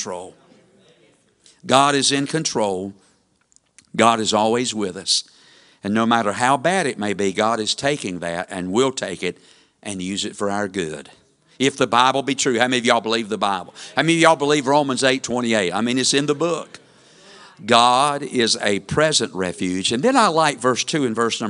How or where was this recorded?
large echoing room